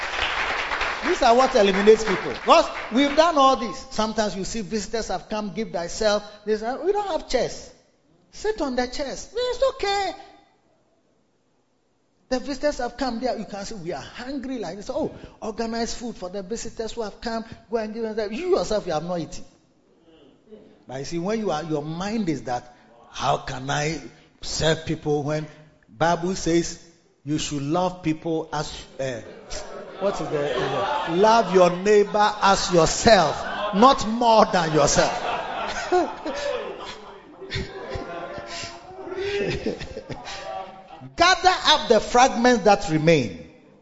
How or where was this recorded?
large echoing room